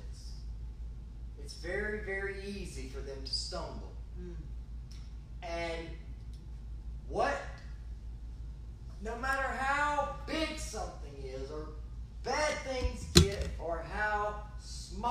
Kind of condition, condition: setting, large echoing room